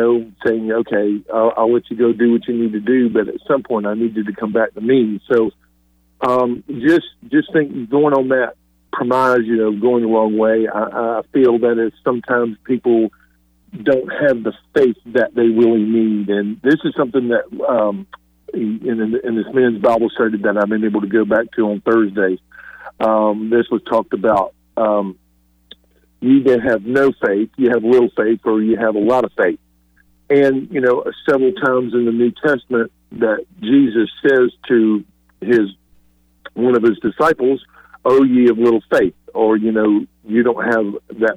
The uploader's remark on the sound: Listeners Call